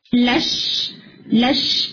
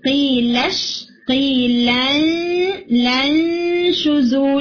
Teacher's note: یہ actually next letter چونکہ شین ہے نا، تو شین والا پارٹ آپ کا اوپر اٹھے گا، یعنی جو مخرج آف شین ہے یہ اوپر روف کے کلوز جائے گا. لش لش، تو یہ پوزیشن آپ کی ٹنگ لے گی.